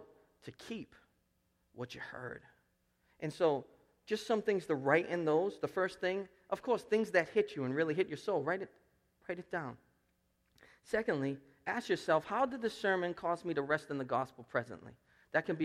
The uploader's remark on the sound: Preached at Restoration Road Church on June 4, 2017.